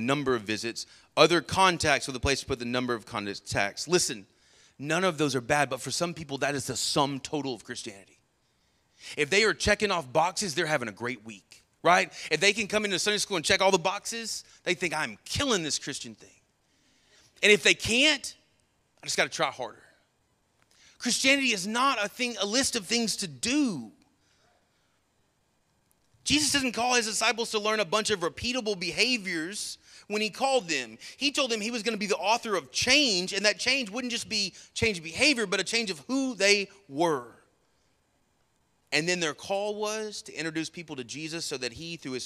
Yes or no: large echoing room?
yes